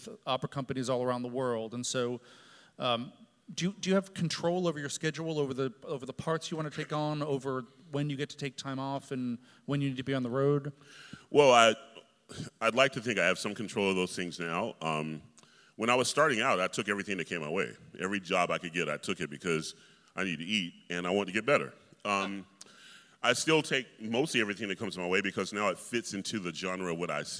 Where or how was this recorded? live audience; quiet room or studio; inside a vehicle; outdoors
live audience